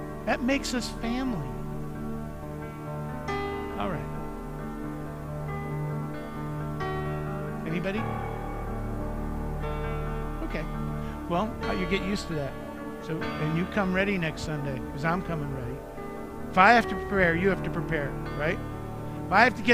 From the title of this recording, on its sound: Mt. Zion Church Live!